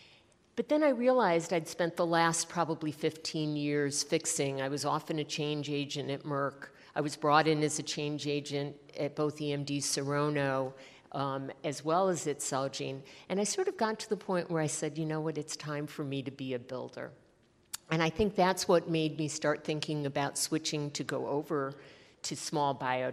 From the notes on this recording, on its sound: In this fireside chat recorded at CMO Summit 2022.